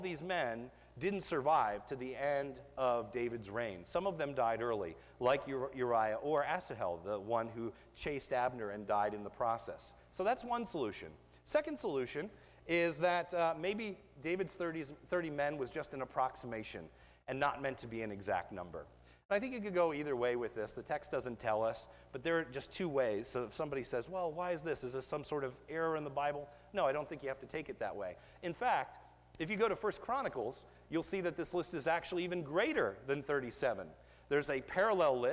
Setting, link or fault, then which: setting, large echoing room